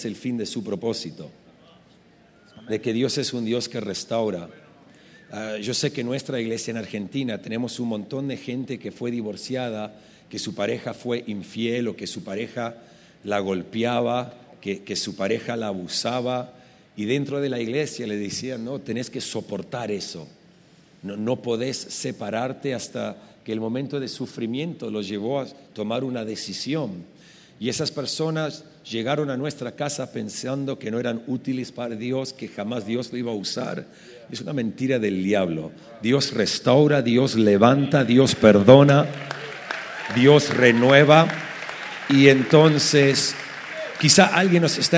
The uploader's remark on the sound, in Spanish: Esta conversación se grabo en vivo durante la conferencia efecto 2018.